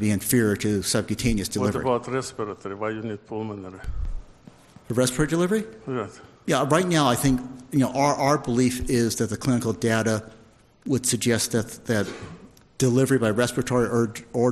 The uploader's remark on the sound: This discussion was presented at the inaugural Drug Delivery West conference in 2018.